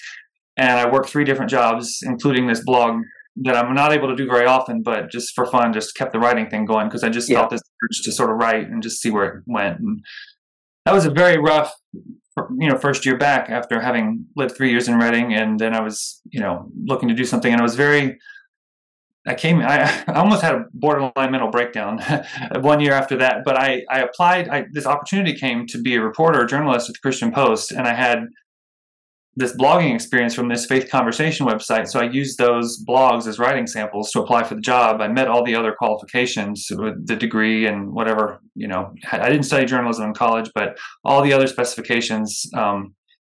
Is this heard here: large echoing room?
no